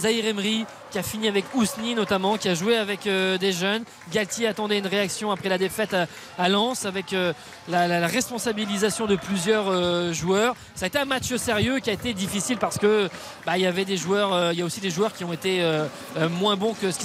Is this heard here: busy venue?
yes